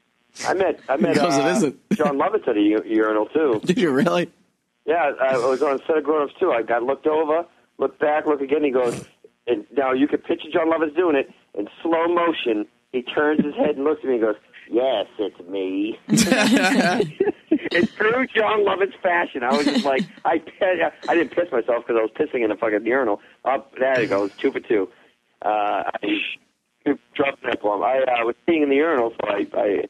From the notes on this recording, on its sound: Calling in from the find city of Wakefield. Gets very worked up on the phone.